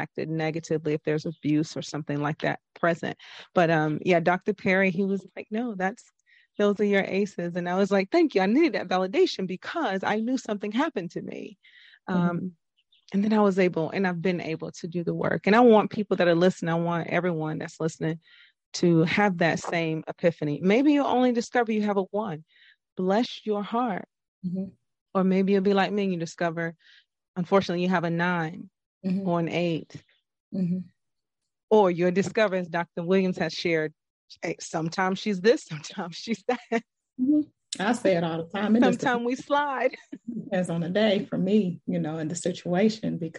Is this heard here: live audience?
no